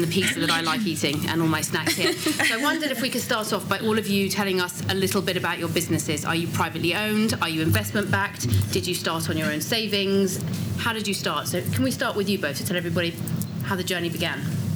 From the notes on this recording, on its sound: This in-conversation was recorded on the Eat Drink Vegan stage at Vevolution Festival 2018